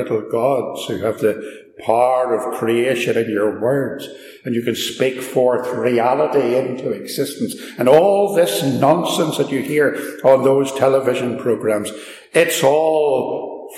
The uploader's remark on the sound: Recorded live at Ballymacashon, (sorry about the echo - it's an old building).